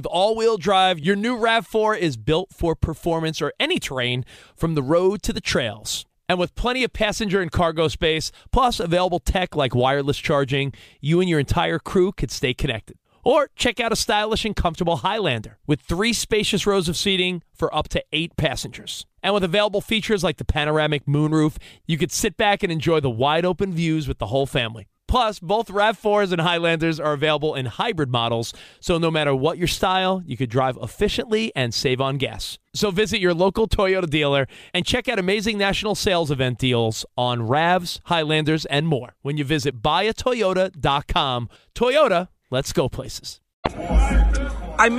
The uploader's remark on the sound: LIVE from the octagon in Sydney, Australia